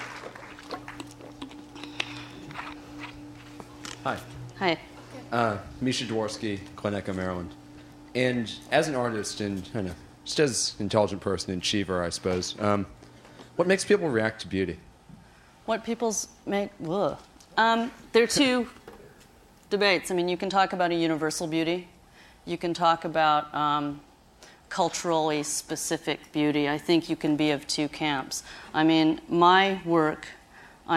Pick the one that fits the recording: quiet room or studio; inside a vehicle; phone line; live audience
live audience